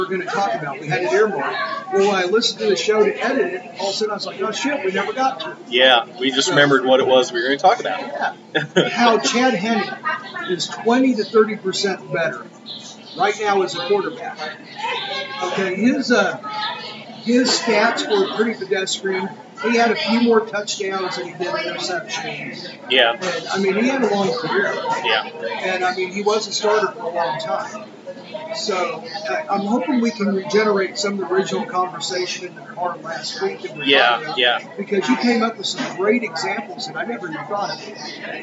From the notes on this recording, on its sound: live from the city market!